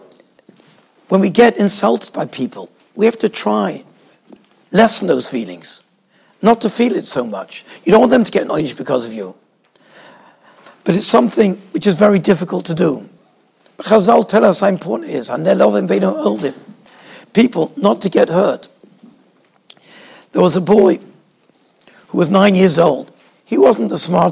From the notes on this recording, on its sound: Shiur recorded in Yeshivas Ohr Reuven, Monsey, NY.